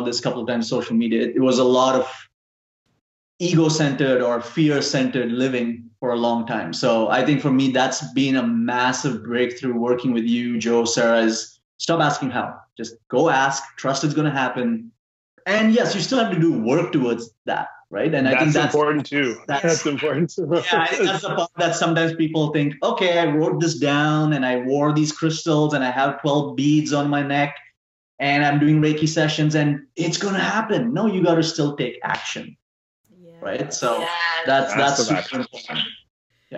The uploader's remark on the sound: There were some technical issues with the sound quality of this podcast